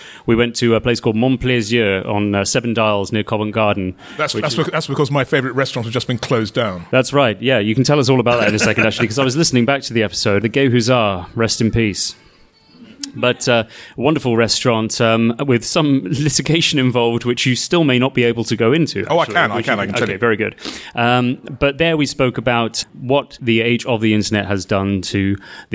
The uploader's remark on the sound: At Stoke Newington’s legendary Thai restaurant Yum Yum. At Stoke Newington’s legendary Thai restaurant Yum Yum.